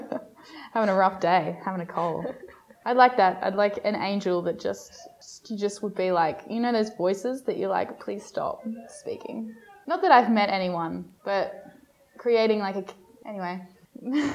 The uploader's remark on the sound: This was the most difficult episode to record because of technical difficulties...that probably could have been avoided - but what you're about to hear is the same conversation, recorded over three completely different days....